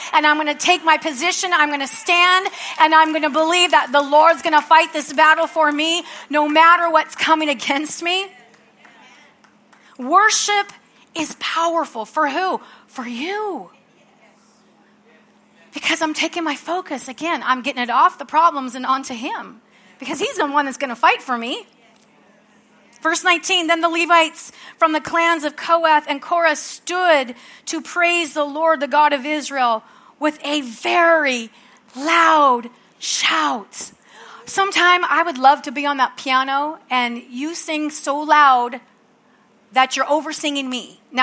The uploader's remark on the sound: from the Sunday service on June 4, 2023 at Harvest Bible Church in Stockton, CA.